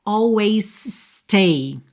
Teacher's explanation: Uma palavra terminada em S, seguida de uma palavra que começa em S, eu junto num S só. Então, não preciso me esforçar para dizer always stay, ok?